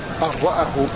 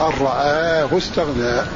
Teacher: وجه القصر حذف الألف تخفيفا · Shown in: first take